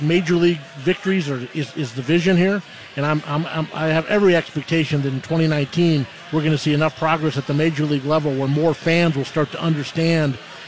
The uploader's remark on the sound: LIVE from Kieran's Irish Pub